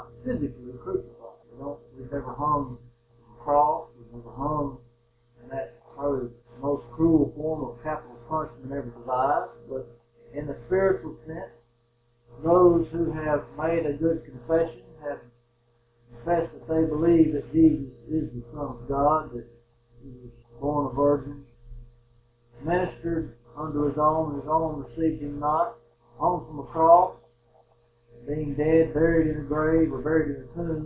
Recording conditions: poor sound quality